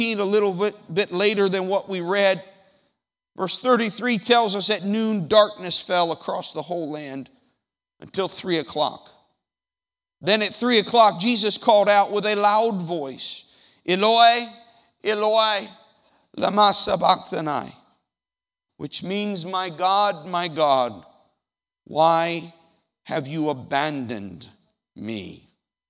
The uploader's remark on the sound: The audio from the worship service on June 9th, 2019.